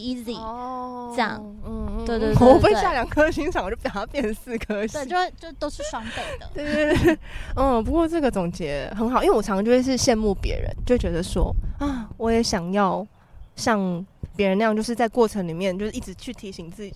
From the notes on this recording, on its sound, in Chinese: 本集在有風的天臺錄製，會有飛機起降的聲音哦